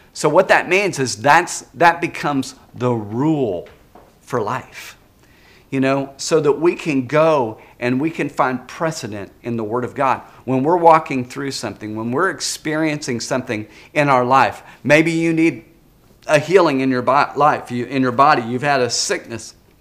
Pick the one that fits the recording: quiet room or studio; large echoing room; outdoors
large echoing room